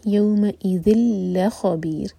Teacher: تنوین ہے، اس کے بعد ہے لام، تو ہم کریں گے ادغام بغیر غنہ کے، تو پڑھا جائے گا یوم اذ لا خبیر، لا لائٹ اور خا ہیوی، لا خبیر، رن ہیوی پڑھا جائے گا، دمہ کی تنوین ہے.